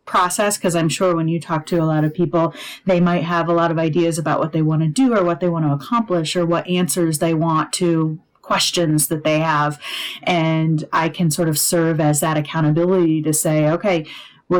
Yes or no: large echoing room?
no